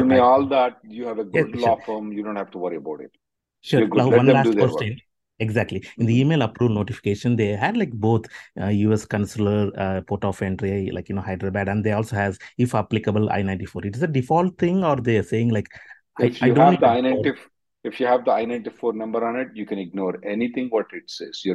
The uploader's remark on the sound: Conference Call Sep 6th 2023